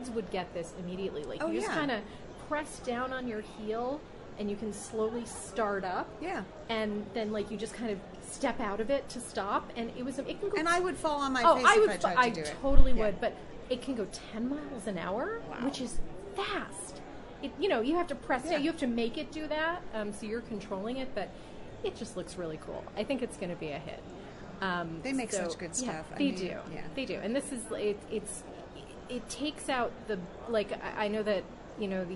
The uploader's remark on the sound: walking the floor at CES in Las Vegas